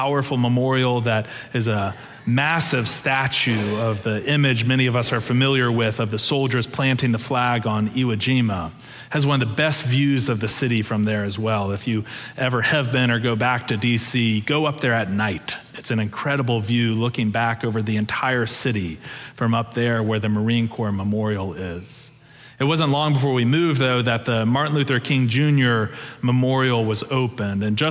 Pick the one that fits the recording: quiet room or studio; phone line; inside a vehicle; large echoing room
large echoing room